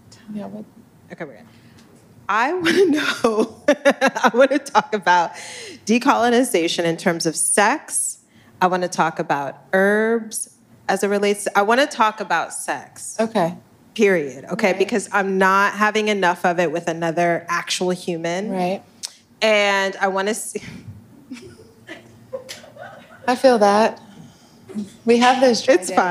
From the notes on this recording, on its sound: Season 3 of Cool Moms LIVE at Soho House kicks off in Los Angeles